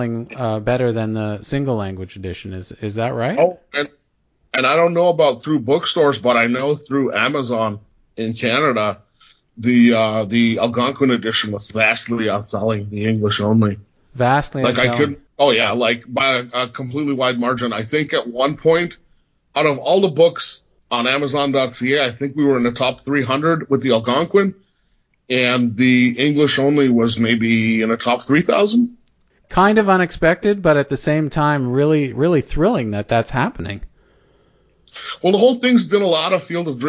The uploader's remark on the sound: Sat down over Skype.